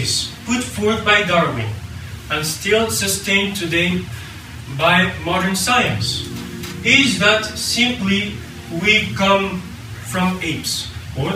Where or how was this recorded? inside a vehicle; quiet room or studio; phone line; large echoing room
large echoing room